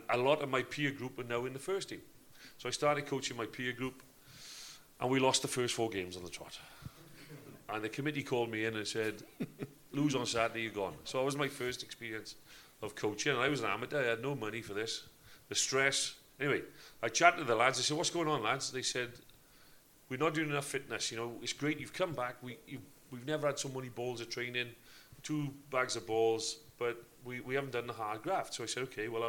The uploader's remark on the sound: This show was recorded Live at the Whale Theatre, Greystones, Co. Wicklow.